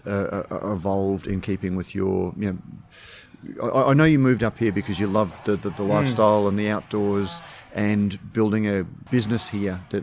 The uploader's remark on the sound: We have our last conversation recorded during our swing through the High Country Brewery Trail with a visit to Bright Brewery. We visited the High Country Breweries in late January after the fires.